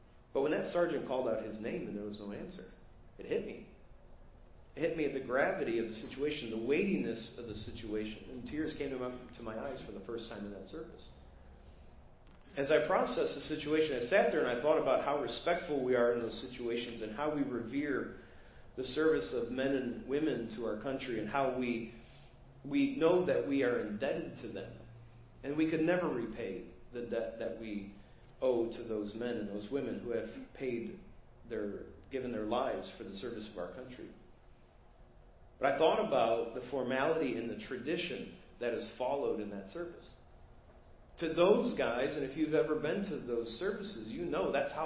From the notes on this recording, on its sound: Preached at First Baptist Church of Hazel Park